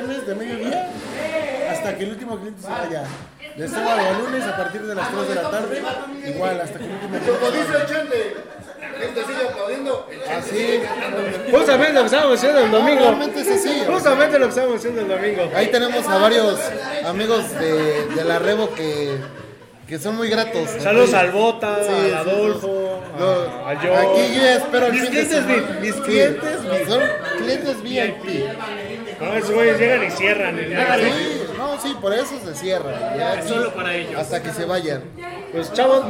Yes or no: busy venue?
yes